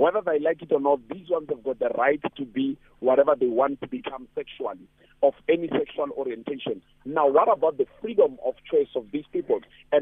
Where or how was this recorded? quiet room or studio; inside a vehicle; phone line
phone line